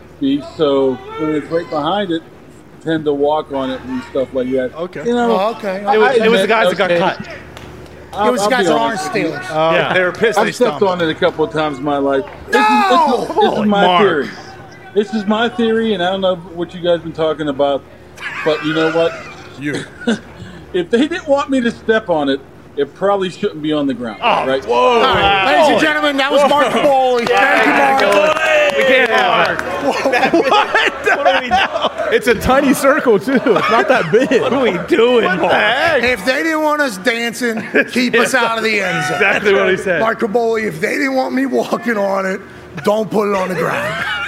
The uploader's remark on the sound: LIVE from the set of College Gameday in Tuscaloosa, Alabama